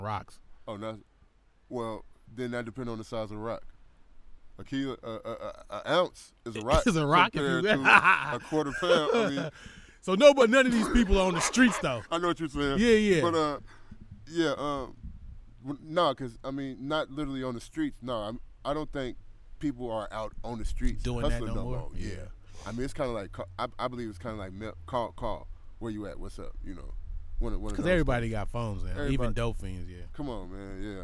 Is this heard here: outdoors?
yes